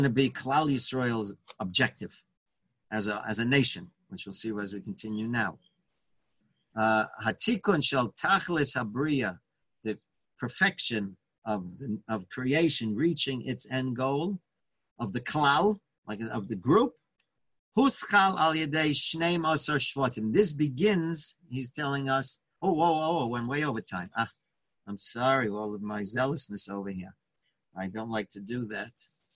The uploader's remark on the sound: Live On Zoom: 7-12-2020